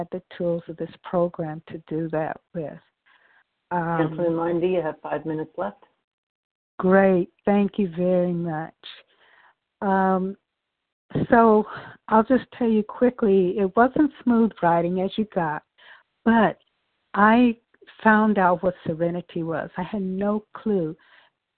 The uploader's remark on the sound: from the 100 Pounders Phone Meeting on 12/11/20